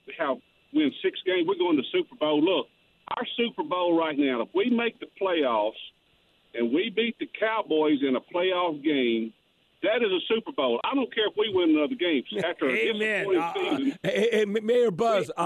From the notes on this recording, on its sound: Talk to callers. Some audio from the Saints soundbank.